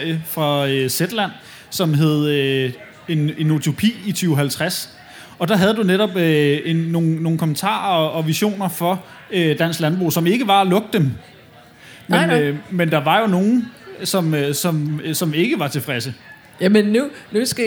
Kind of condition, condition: setting, live audience